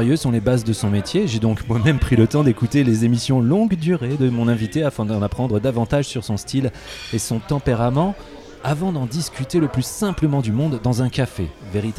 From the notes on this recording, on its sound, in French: Enregistré au bar Les Ondes, 2 avenue de Versailles à Paris (16e).